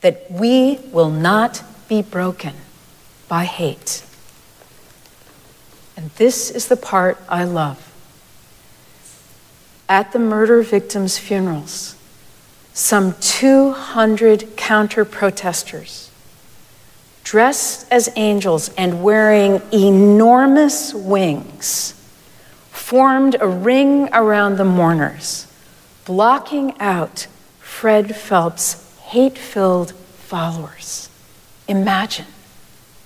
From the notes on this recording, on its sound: Recorded live at Arlington Street Church